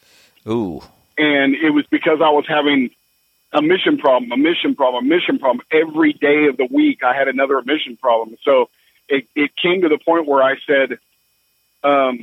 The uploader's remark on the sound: Call in Question and Answer Show